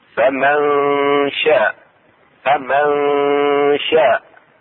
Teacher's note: إخفاء النون الساكنة عند الشين